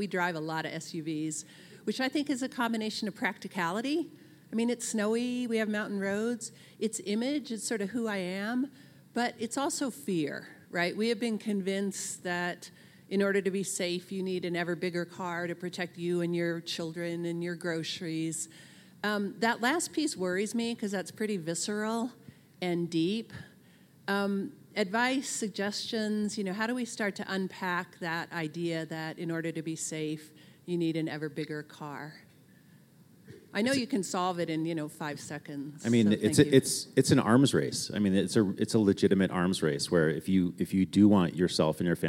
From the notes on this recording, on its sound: Live in Denver! For our first live episode, The War on Cars heads to Denver, Colorado. At the Moving People Forward Conference in Denver, Colorado presented by Bicycle Colorado.